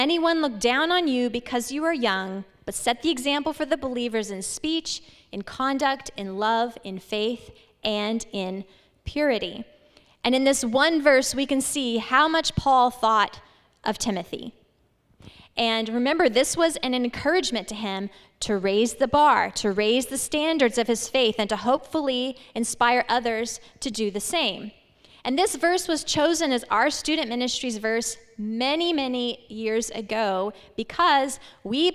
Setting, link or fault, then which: setting, live audience